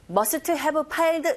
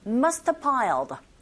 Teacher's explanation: Must have PP 형태로 뭐뭐 했음에 틀림없다라는 뜻으로 쓰이는 과거일에 대한 강한 추측을 나타낼 때 이렇게 표현을 하게 되는데 소리 낼 때 여러분 must have piled 이렇게 들리는 것이 아니라 have가 약화되어져서 어떤 경우에는 must piled 이렇게도 들릴 수 있다라는 거 알아두세요. · Shown in: second take